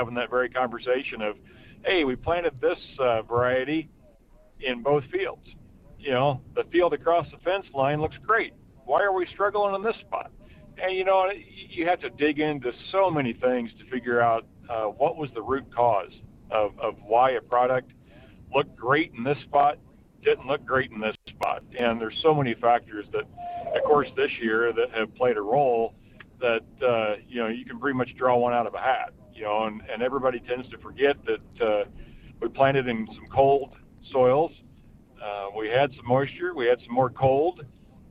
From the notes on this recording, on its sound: live from Farm Progress in Decatur, Illinios